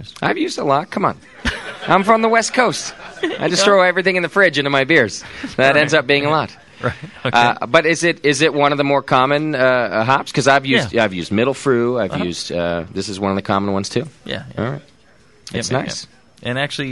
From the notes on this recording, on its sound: To help celebrate the grand opening of Northern Brewer's newest Midwest location. Live show from the new store.